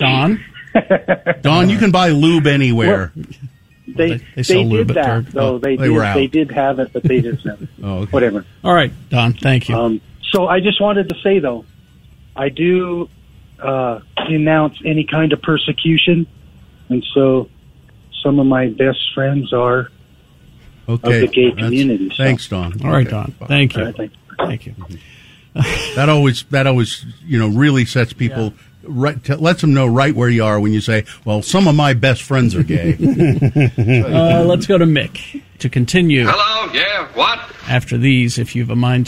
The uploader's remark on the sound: Listeners have a chance to call in.